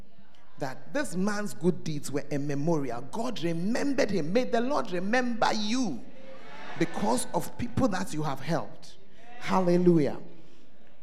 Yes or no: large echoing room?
yes